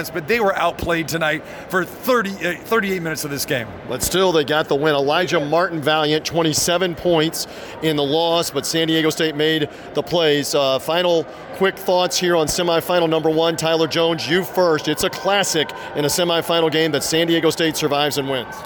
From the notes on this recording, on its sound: ready to go over it all from NRG Stadium in Houston